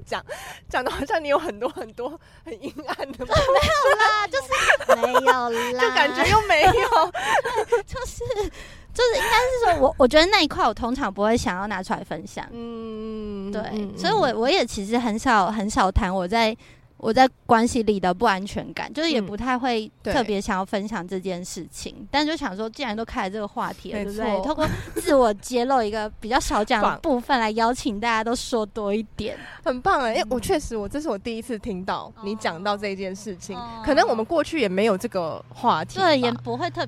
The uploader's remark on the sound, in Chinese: 本集在有風的天臺錄製，會有飛機起降的聲音哦